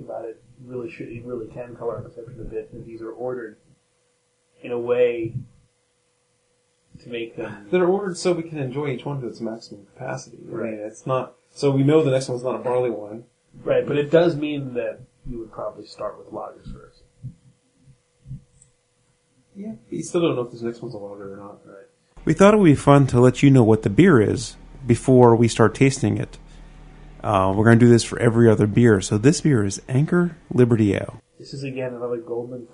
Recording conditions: poor sound quality